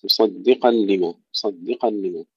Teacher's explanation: مصدقا مرت معنا أن يجب أن ننتبه إلى ترقيق الدال، مصدقا لما، مصدقا لما، ترقيق الدال بين الصاد والقاف